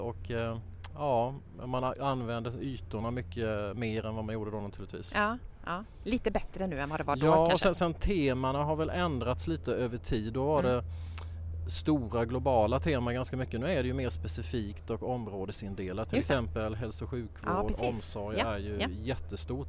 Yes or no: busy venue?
yes